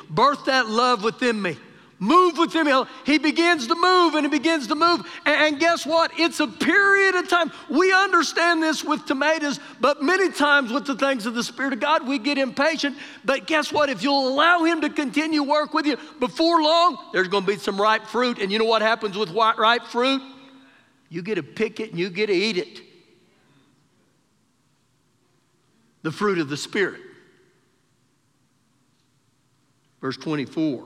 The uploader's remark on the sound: Recorded live during our Sunday morning service